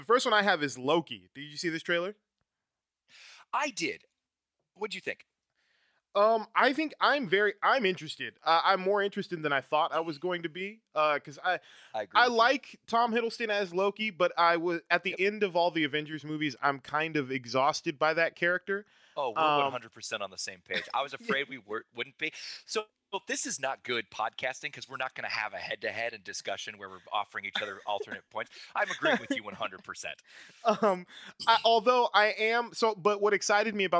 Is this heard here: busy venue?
no